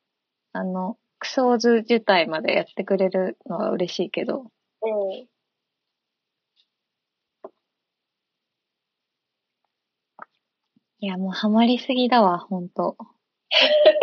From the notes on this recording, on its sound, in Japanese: この間初挑戦した「 Stand.fm 」での生配信音源を番外編としてお送りします！音質悪めです、すみません！